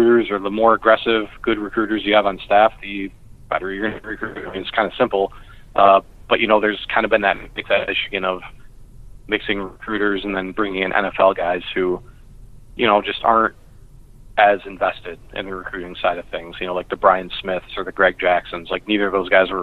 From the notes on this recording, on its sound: Sorry for the audio quality on the call. The Skype gremlins were at work.